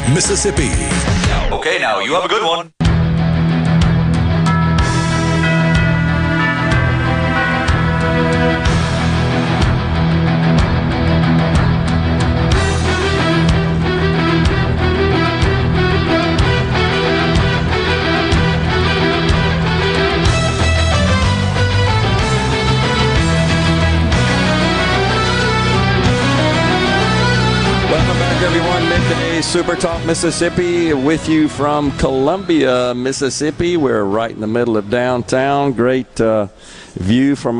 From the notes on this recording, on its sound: MidDays is LIVE from Columbia. On the SuperTalk stage.